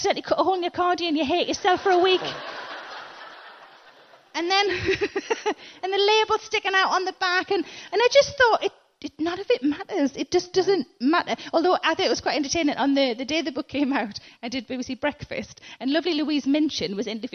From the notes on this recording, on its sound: In Cambridge for a chat about all sorts of stuff from confidence to class, as well as some questions from the audience.